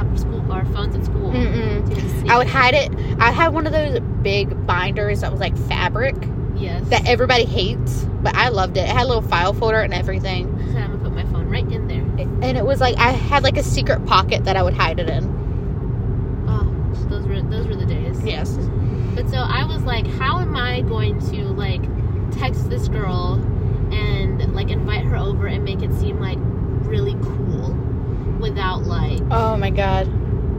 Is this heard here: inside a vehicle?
yes